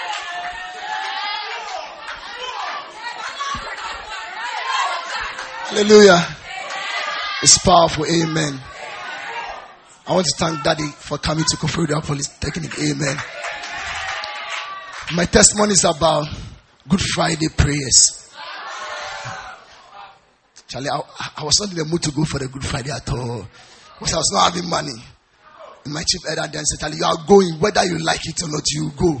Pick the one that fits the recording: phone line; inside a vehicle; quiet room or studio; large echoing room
large echoing room